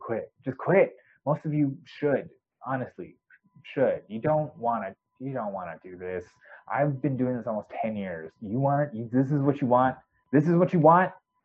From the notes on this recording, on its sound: I think my mic's shot, sorry for the audio quality.